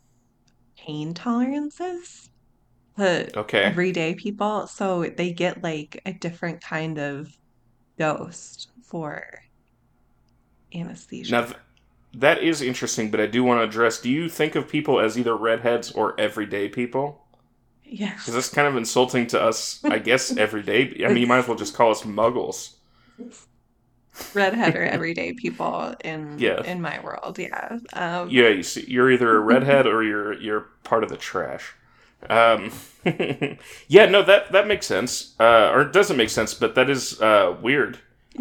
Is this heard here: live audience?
no